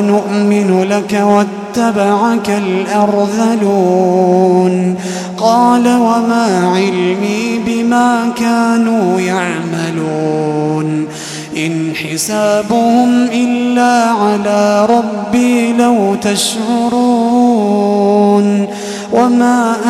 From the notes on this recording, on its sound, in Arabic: تسجيلات من صلاة التراويح لشهر رمضان عام 2016.